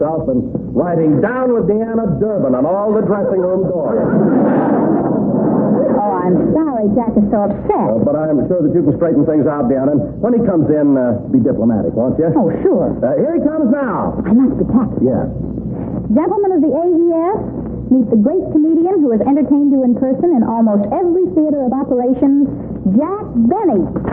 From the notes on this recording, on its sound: Audio isn’t so good.